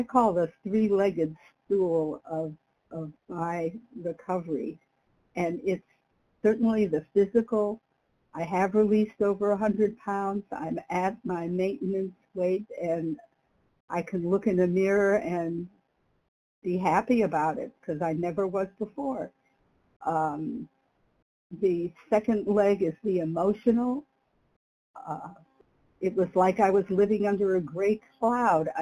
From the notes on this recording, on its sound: from the 100 Pounders Phone Meeting